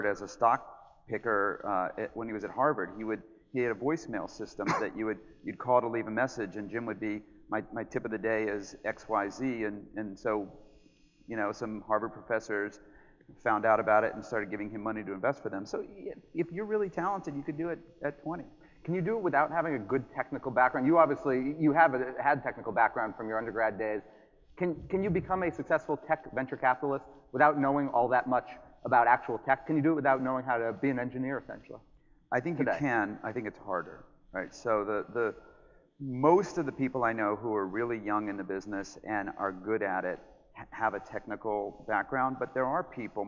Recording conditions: live audience